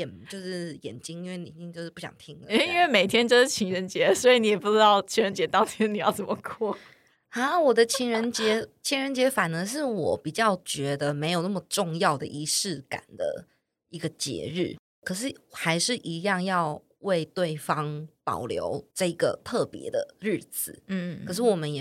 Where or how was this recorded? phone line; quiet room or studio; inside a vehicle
quiet room or studio